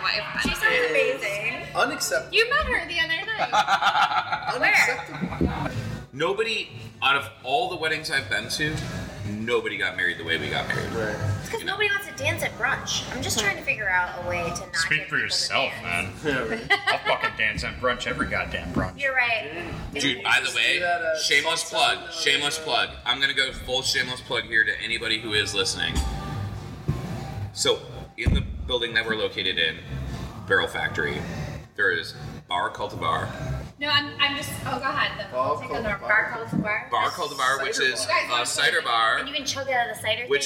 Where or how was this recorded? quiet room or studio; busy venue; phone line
busy venue